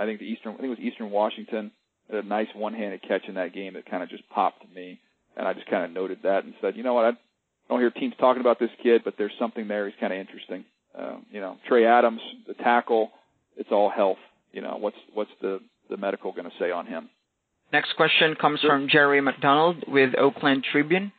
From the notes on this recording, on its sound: pre-combine conference call with the media!